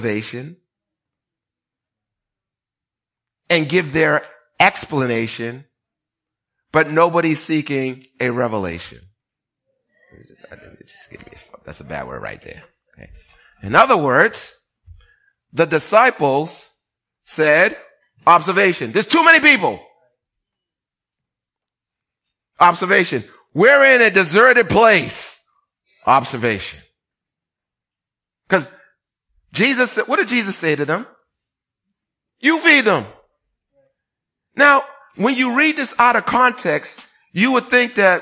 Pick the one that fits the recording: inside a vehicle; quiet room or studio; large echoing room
large echoing room